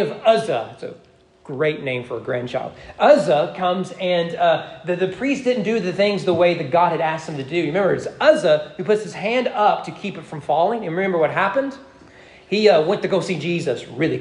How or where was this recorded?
large echoing room